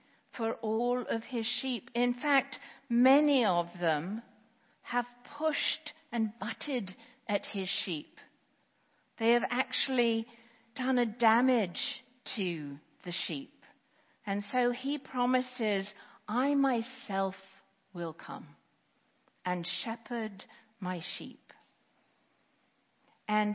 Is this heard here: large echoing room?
yes